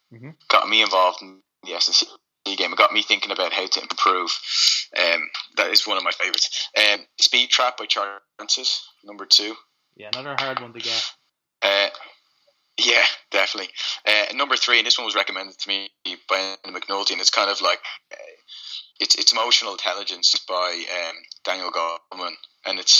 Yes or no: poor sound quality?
yes